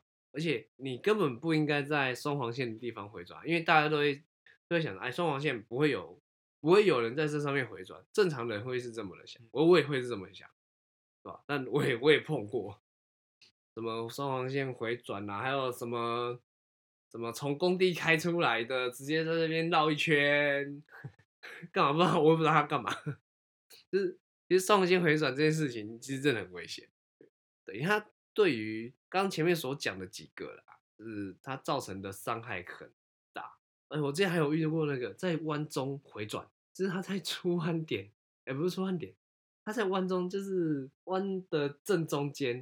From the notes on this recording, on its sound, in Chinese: 這集收音有些問題，敬請大家見諒